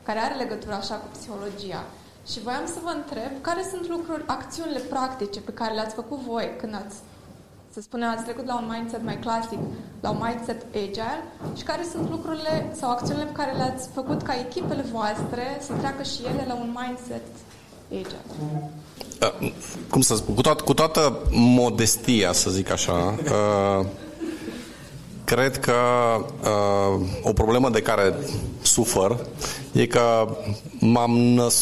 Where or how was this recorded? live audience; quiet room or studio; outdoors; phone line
live audience